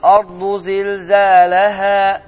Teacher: Ayənin sonu, yəni məd hərfi ilə qutarır, əlifdir və əlifdən əvvəl gələn hərfin hərəkəsi fəthə olduğu üçün əlif iki hərəkə miqdarında uzadılır